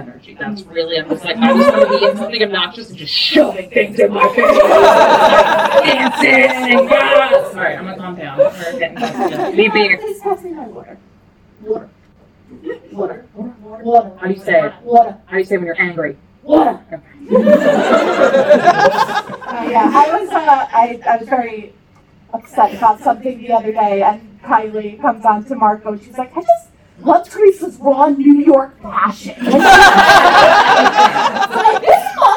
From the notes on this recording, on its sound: We had such an amazing time doing our first ever live show at Anahata's Purpose!